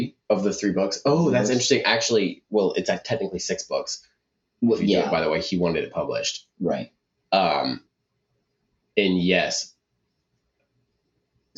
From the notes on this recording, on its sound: Get to record in person! Despite some lackluster audio quality.